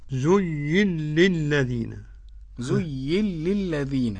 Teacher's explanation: قرأ السوسي عن أبي عمرو بإدغام النون في اللام